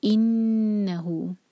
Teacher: تو ان نون پر غنہ، دو سیکنڈس کا ٹائم دیں گے، نون پر شدہ ہے. انہو ہا پر ضمہ، ساتھ میں واو ہے باریک سی، تو دو حرکہ لمبا.